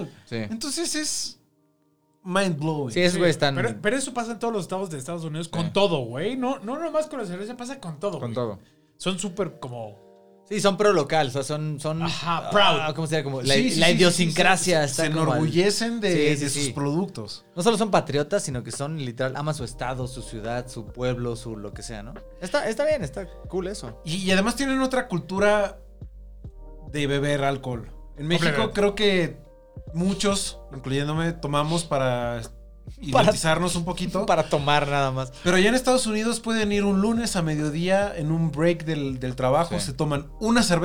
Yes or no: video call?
no